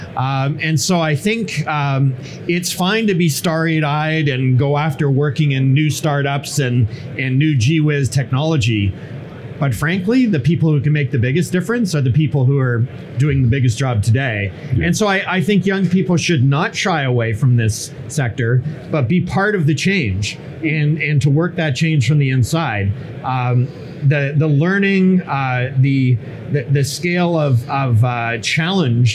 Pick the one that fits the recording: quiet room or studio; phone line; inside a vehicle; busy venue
busy venue